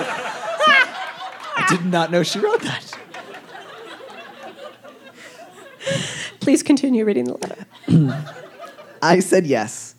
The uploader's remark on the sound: This week finds Dear Prudence live on stage at The Soiled Dove Underground in Denver Colorado. Questions from the live audience.